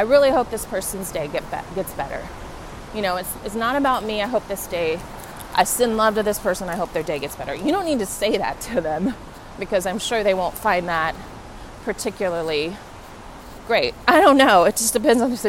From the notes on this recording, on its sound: I’m recording in Lower Manhattan along the water front headed to the Douj Street Seaport